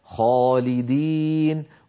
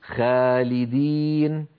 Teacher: الخاء مفخمة وبالتالي كانت الألف التي بعدها مفخمة · Shown in: first take · خاء خالدين، ولا نقول خالدين.